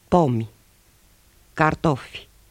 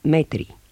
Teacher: I is almost silent at the end of words · Shown in: first take · except when preceded by a consonant.